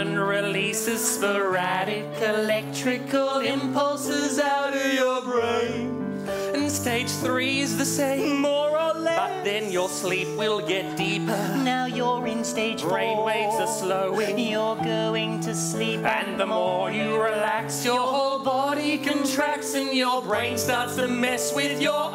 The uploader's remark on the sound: stand up from the #JustForLaughsFestival in 2011